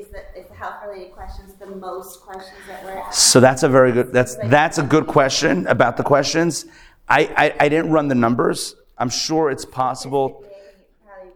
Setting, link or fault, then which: setting, live audience